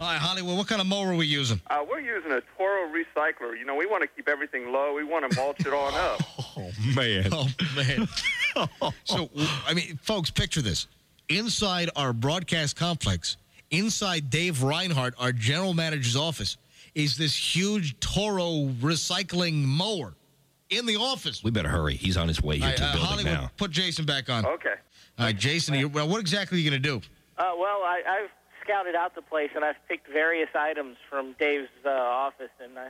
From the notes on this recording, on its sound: Personal Prank Phone Calls Collection